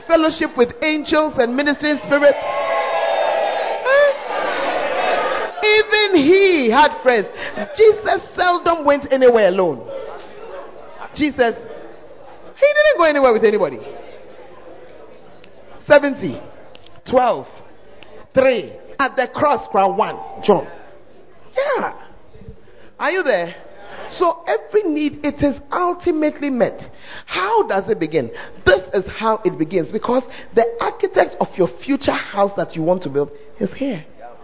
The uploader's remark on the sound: Preached At The 100s and 200s Camp